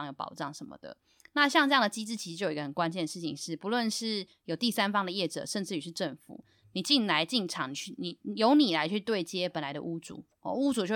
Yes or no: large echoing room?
no